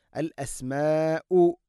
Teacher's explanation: നാലോ അഞ്ചോ ഹർക്കത്തിൻ്റെ ഖദറിൽ നിർബന്ധമായിട്ടും നീട്ടണം. · Term: മദ് മുത്തസിലാണ്